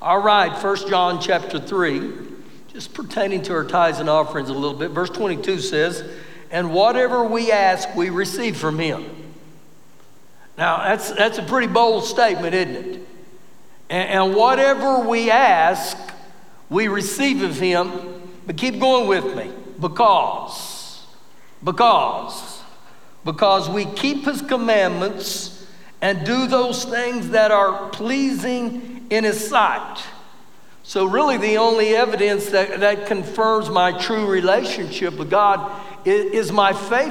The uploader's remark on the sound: Recorded live during our Wednesday night service